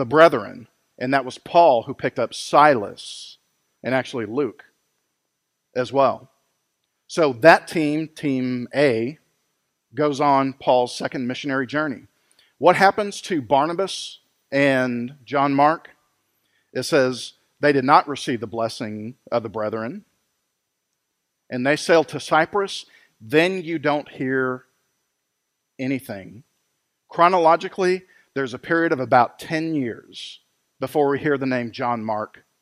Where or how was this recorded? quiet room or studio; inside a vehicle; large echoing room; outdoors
large echoing room